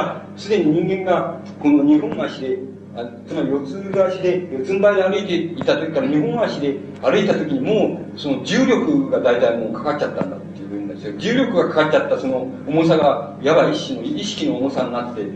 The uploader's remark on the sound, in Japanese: 主催：同志社大学文学哲学研究会「翌檜」。場所：京都教育文化センター。全編にわたってノイズが入っており、 中盤から「ボツ、ボツ」と テープノイズが続く。黒板使用のため音声が遠のく。